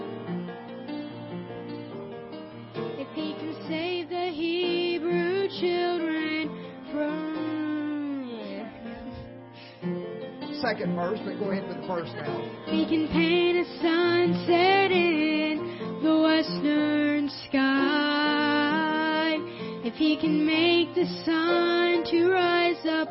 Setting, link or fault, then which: setting, large echoing room